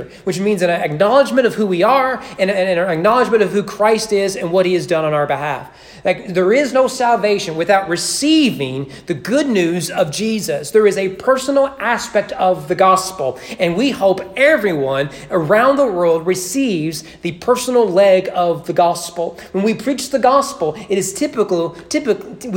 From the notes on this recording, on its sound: Sermon preached at East Frankfort Baptist Church on September 20, 2020 during evening worship.